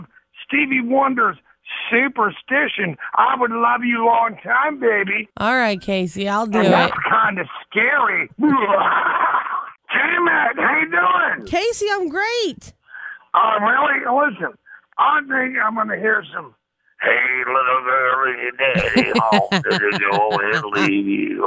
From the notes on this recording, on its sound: Here is a collection of phone calls from one of WIMZ's favorite listeners.